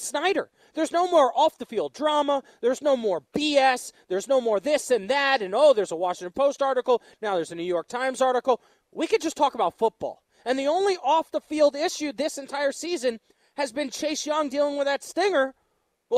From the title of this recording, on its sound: LIVE from The Diamond